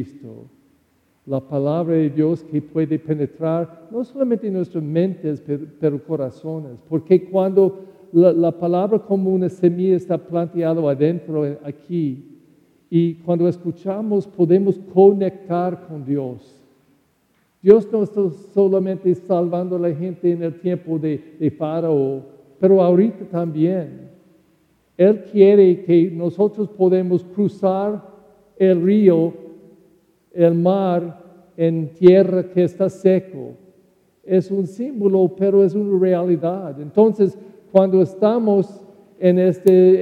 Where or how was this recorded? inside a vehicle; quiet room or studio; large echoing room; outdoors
large echoing room